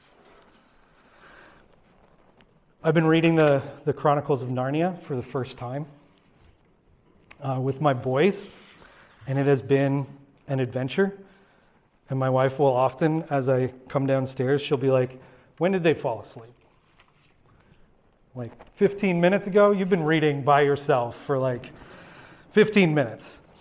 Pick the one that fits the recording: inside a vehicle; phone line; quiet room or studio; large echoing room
large echoing room